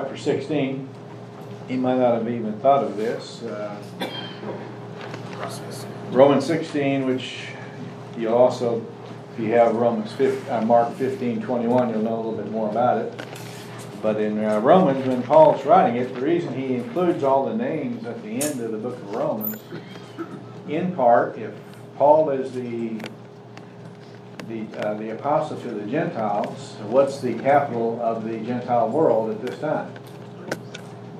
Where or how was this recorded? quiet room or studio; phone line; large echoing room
large echoing room